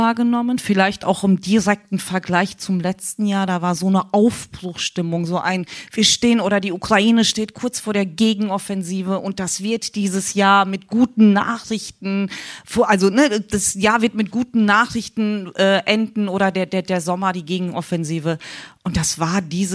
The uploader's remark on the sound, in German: LIVE vom Café Kyiv der Konrad-Adenauer-Stiftung+. Live aus dem Colosseum in Berlin anlässlich des Café Kyiv der Konrad-Adenauer-Stiftung. Diskutierten wir zum ersten Mal live vor Publikum.